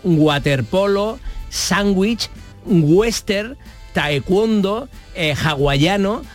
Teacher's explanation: Que no formaba parte, hay que acordarse de esto, que no formaba parte del abecedario latino, nunca en el latín había W, puede articularse de diferentes formas, como un sonido vocálico, o sea, como una U o como la secuencia de sonido gu